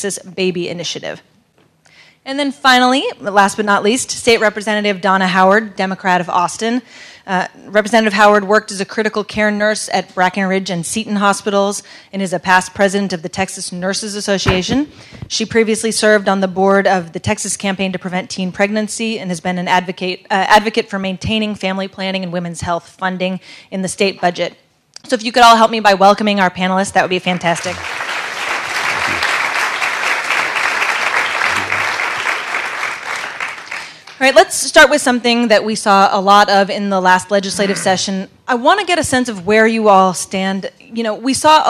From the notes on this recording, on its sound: panel at The Texas Tribune Festival